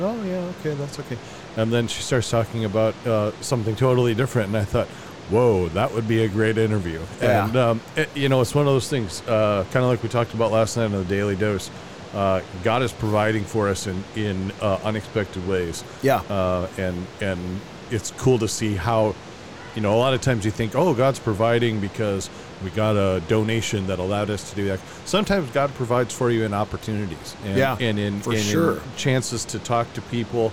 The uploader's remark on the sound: LIVE from NRB 2022!